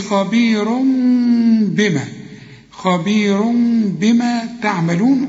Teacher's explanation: حول التنوين إلى ميم واخفيه لأنه بعده باء وما تضم شفايفك، قل لي خبير بما، خبير بما تعملون، وتعملون كلها مرققة. · Term: إقلاب